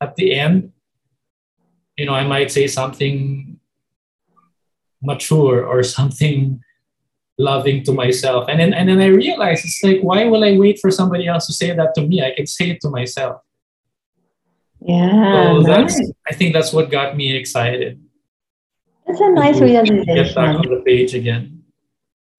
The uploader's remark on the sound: Zoom call